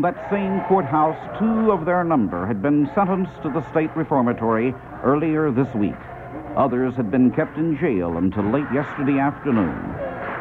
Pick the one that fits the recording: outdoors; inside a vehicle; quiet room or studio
outdoors